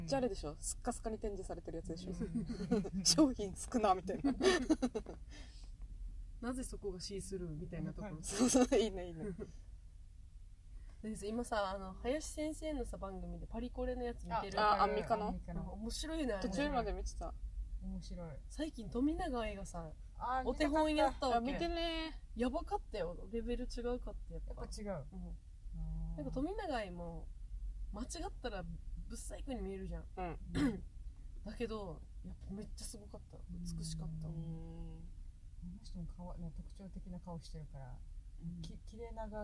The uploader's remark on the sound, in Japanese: 今回はドライブ収録です！といっても停車した車のなかだから、。エンジン音うるさくなくて聞きやすいこと請け合い！